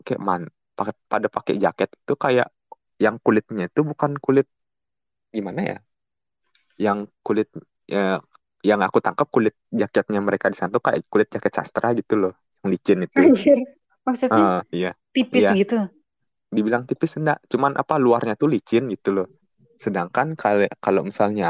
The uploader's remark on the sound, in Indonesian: Podcast ini direkam jarak jauh, mohon dimaklumi bila suara tidak stabil.